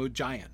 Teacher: if you're going to pronounce it with a soft G, I feel like you almost have to stress the second syllable